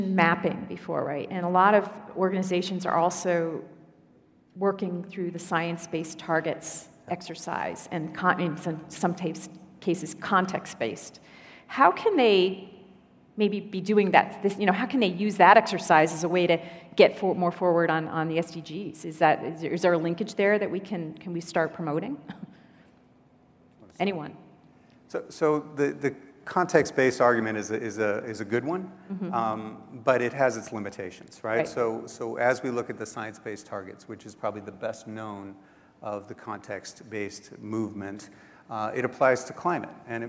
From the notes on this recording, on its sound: The best of live interviews from GreenBiz events.